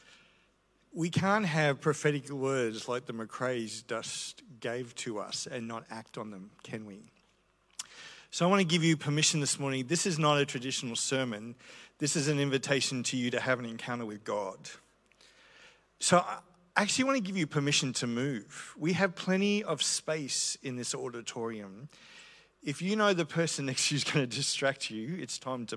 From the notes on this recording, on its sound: This is a recording I did about a year ago at The Christian Church in Brisbane.